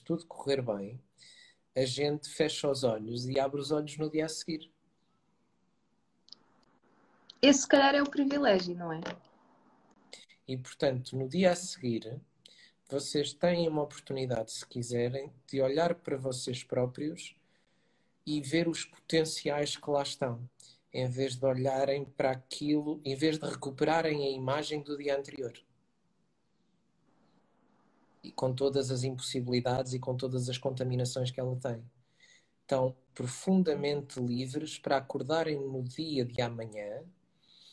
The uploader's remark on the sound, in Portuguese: Conversa Live IG